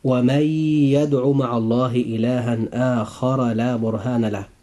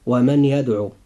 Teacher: لابد أن يكون الإدغام، وهذا الإدغام يكون بغنة · Shown in: first take · فنقرأ هذه الآية هكذا: ومن يدع مع الله إلها آخر لا برهان له.